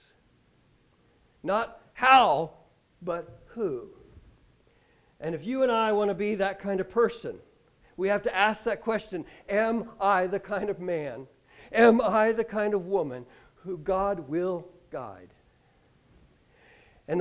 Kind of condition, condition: setting, large echoing room